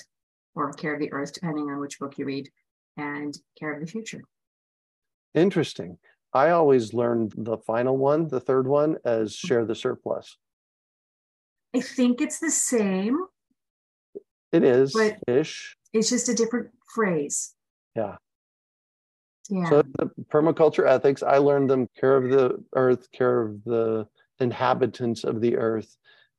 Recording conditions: video call